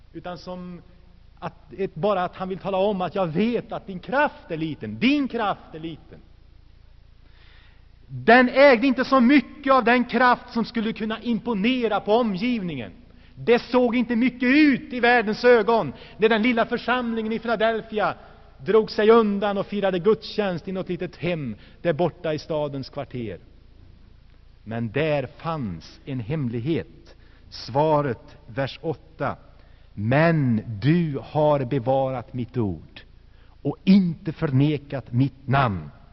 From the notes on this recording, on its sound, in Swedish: Inspelad i Saronkyrkan, Göteborg 1984-12-16.